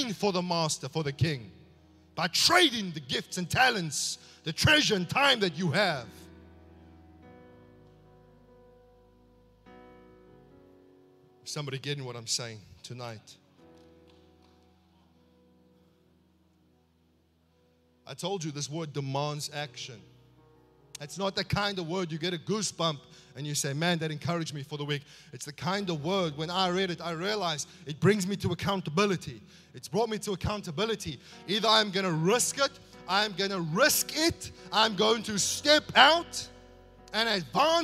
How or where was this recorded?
large echoing room